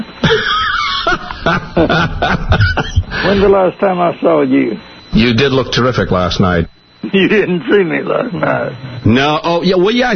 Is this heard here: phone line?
yes